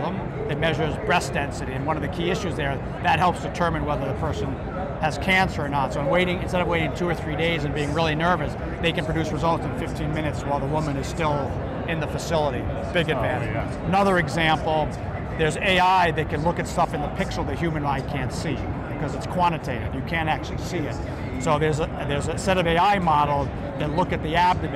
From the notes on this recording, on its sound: Interview in Action live from HLTH